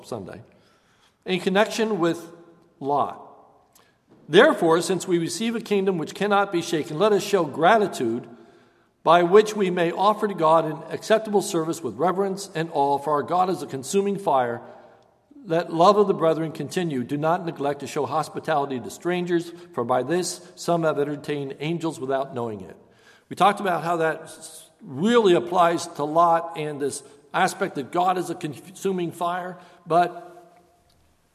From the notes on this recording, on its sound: This is a sermon recorded at Lebanon Bible Fellowship Church on 9/20/2015 during the evening service